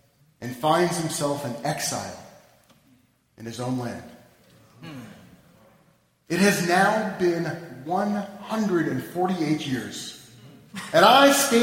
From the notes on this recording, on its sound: Delivered at the Annual Third Baptist - Emanu-El Interfaith MLK Service on 1-16-11